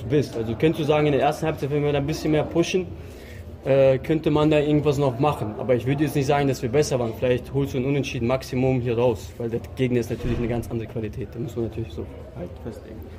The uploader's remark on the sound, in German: Live aus der Mixed Zone nach dem Futsal Bundesliga Spiel gegen Weil im Dorf.